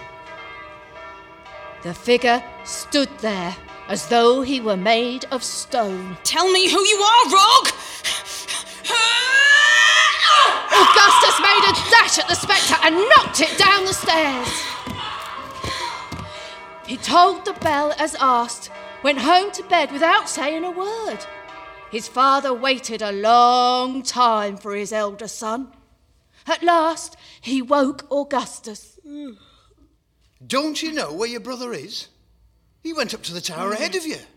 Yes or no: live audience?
yes